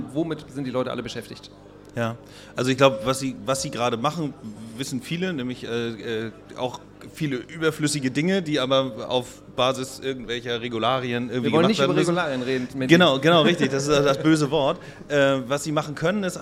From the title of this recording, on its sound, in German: Live vom Stadtwerke Impact Day